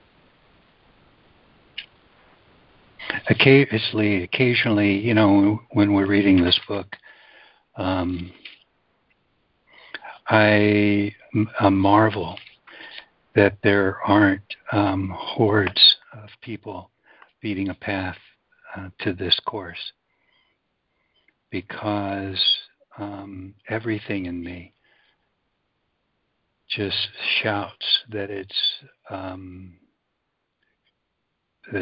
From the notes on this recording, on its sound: joining together on a Free Conference Call